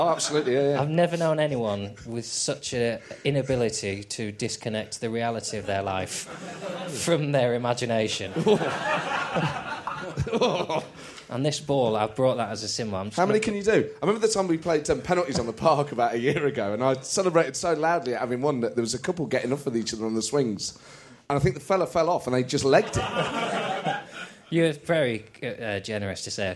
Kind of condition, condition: setting, live audience